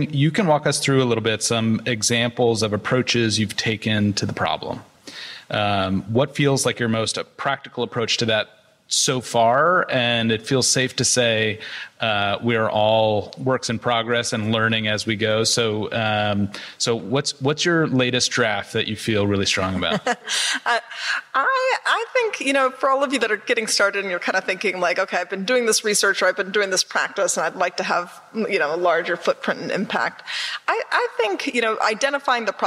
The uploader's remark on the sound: Live from SXSW Edu 2023